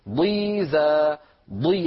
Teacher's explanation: الضاد المكسورة أيضا فيها استطالة ولكنها سريعة، في الساكن تكون أوضح.